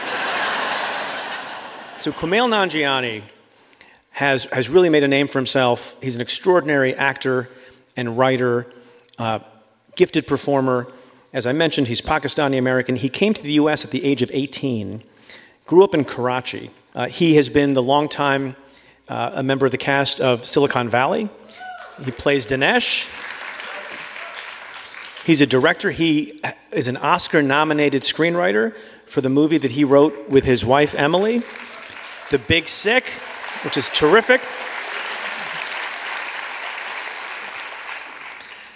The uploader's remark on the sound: Live from Los Angeles